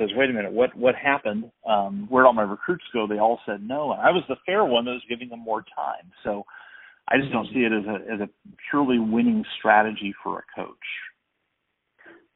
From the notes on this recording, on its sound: We had a conversation with a track and field coach over the phone